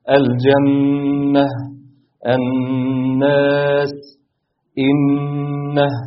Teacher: النون اللي فيها مشددة، يبقى حكمها غنة بمقدار حركتين